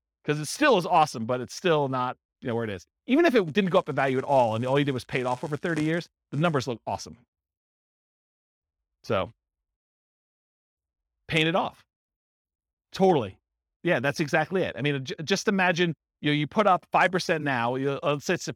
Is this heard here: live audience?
yes